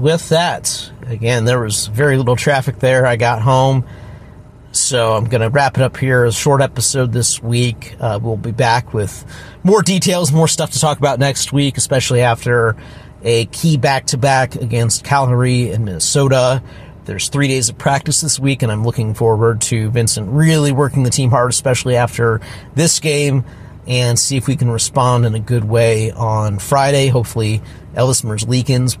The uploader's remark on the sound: Recorded one in his car while driving home from the Detroit game. Turns out there's less traffic when the stadium empties out early! We set the phone down when we had to be alert, and edited out those gaps.